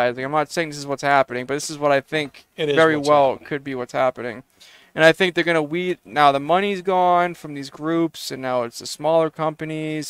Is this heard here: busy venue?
yes